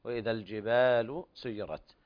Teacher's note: الجبال مد طبيعي ليس فيه زيادة